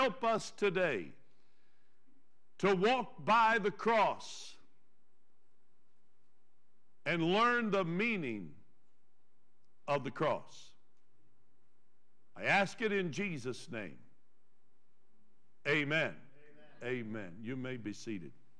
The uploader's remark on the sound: Trinity Church Live